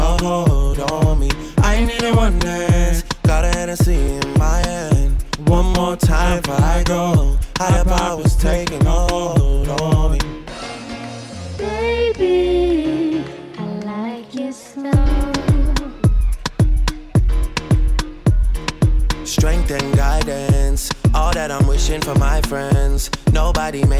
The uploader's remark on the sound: Live In Da Mix - One Night at La Viva Bremen 4